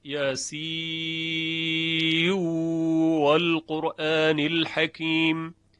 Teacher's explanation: و باز بیان شد که در ادغام نون یاسین در واو والقرآن شعبه به ادغام میخواند